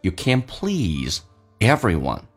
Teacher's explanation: please 这个长元音 e，嘴角咧到极限